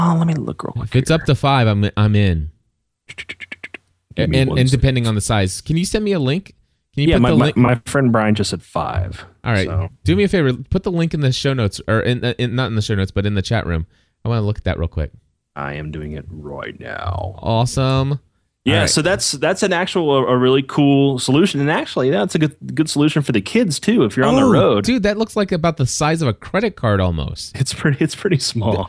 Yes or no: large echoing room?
no